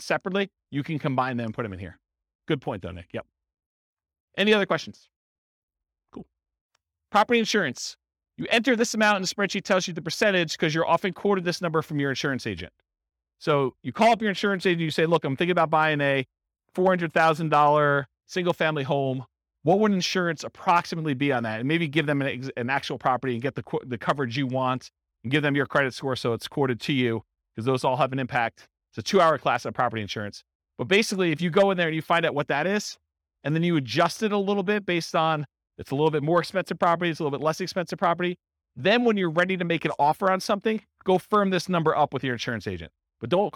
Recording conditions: live audience